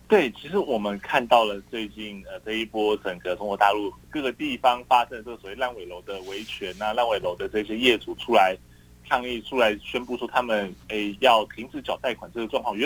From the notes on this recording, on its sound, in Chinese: 連線訪問中央社駐上海記者